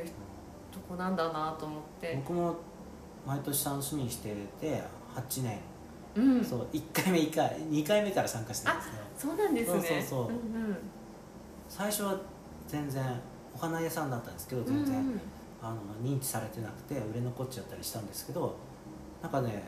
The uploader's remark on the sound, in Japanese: 納品に伺った際にトークさせていただきました。録音音量が少し小さくなってしまいましたご了承くださいませ。